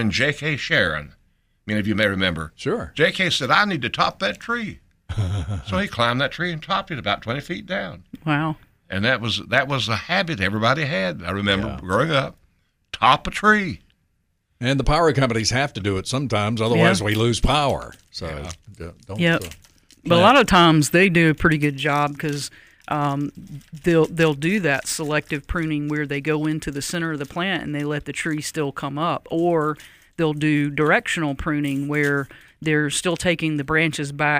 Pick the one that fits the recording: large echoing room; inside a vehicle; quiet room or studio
quiet room or studio